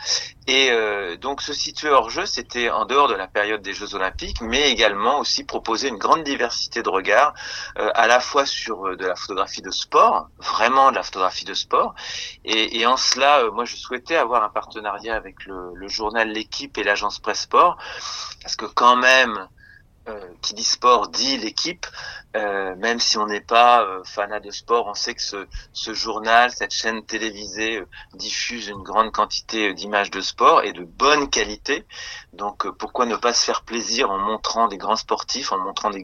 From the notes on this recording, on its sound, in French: Enregistrement réalisé par téléphone, entre Paris et Clermont-de-l’Oise.